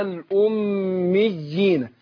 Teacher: الياء الأولى مشددة والتانية ياء إيه مادية · Term: مد تمكين